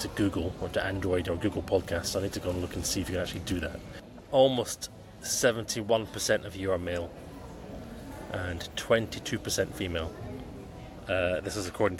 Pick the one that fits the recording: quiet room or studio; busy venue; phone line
busy venue